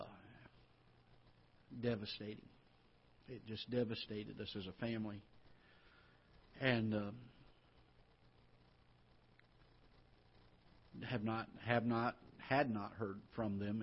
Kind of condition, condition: setting, large echoing room